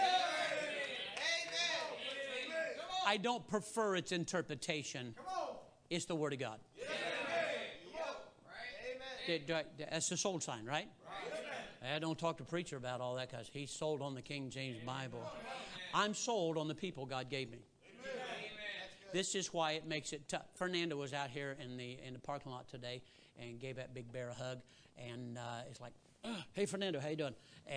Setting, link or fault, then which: setting, large echoing room